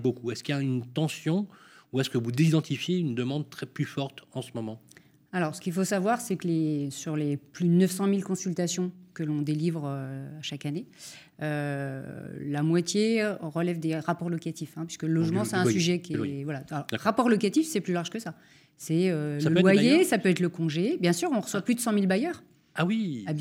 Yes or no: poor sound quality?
no